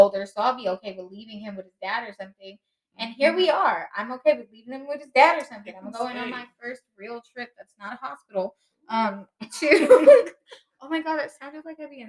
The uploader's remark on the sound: Thank you for returning and bearing with us as we continue to figure this whole audio situation out.